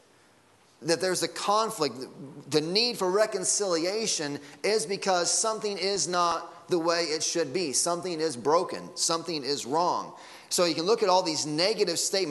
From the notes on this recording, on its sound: Sunday Morning Sermon Audio.